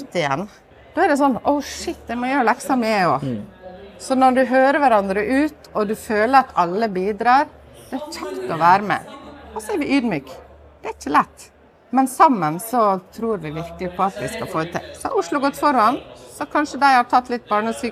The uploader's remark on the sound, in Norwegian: BYGGLARM 2023 - Live fra Norges største ConTech festival!